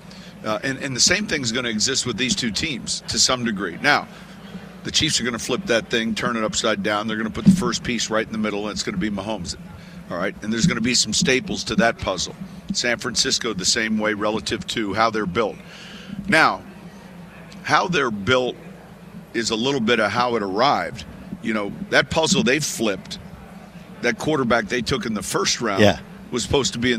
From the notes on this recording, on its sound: on Radio Row at Mandalay Bay in Las Vegas